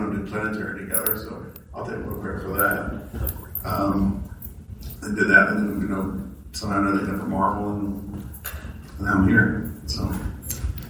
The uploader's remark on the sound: Aftershock Comics Panel at C2E2 2017. We are bringing you the Aftershock panel from C2E2 2017 which took place in Chicago this past weekend.